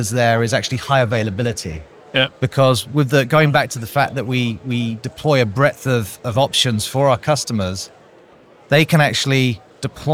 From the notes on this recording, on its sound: We are live from #MWC24 (Mobile World Conference 2024), direct from the Expo floor.